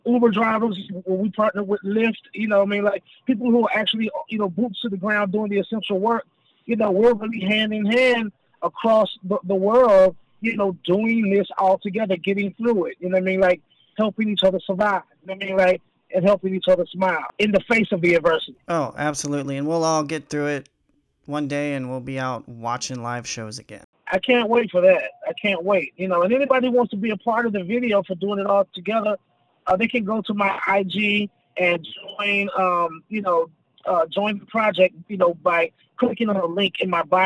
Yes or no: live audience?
no